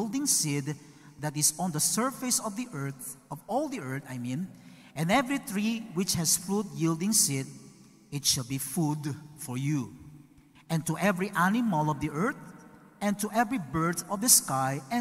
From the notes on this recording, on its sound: recorded el pasado 3 de Octubre de 2021 na Zamboanga City Alliance Evangelical Church